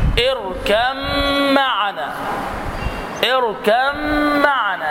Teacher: وعندك في سورة هود اركم معنا، اركم معنا، الباء مع الميم معنا، خلاص هنا حرفان متجانسان يخرجان من مخرج واحد، الباء والميم مع الاختلاف في الصفات، فيجب الإضغام بغنة